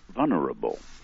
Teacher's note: the letter L is being more and more dropped from the word vulnerable